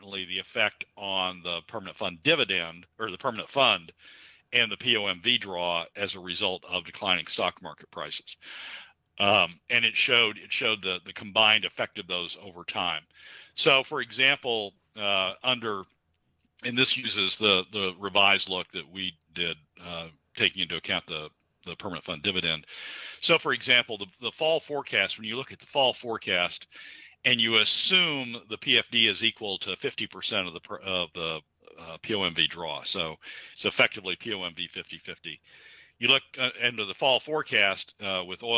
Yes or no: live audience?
no